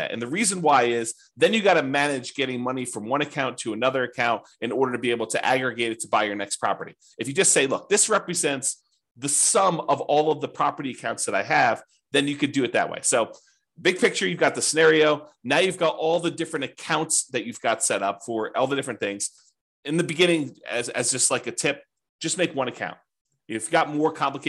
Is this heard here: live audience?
no